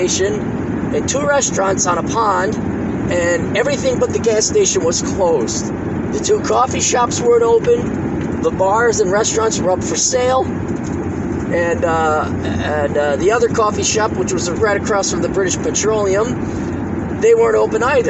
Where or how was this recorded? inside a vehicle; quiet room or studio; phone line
inside a vehicle